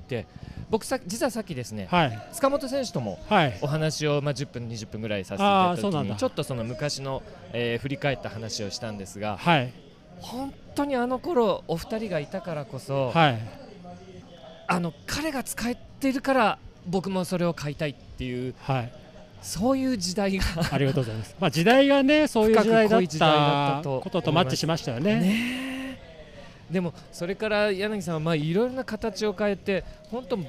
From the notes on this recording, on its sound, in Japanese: シマノバイカーズフェスティバル2023 ブース突撃訪問後編。収録地： 長野県諏訪郡富士見町 「富士見パノラマリゾート」。収録機材： ZOOM F3 (レコーダー)、AKG D5, C3000B（マイク）。